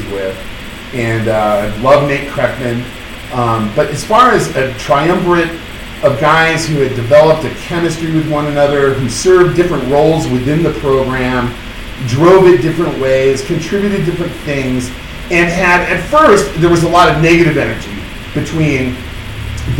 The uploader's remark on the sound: apologize in advance for the audio problems